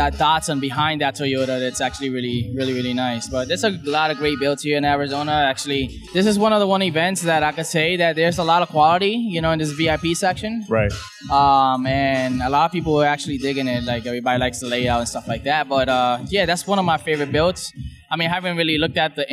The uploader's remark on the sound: Live from Elite Tuner Arizona